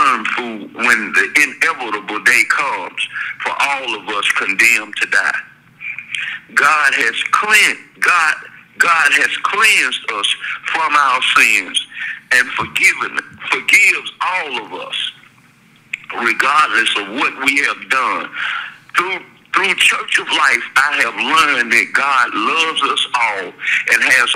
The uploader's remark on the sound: will be with us, via cell phone, in this podcast